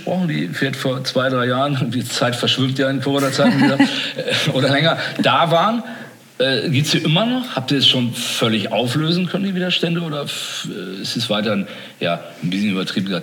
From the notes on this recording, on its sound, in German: KKongress Special 2021. Im Live-Podcast.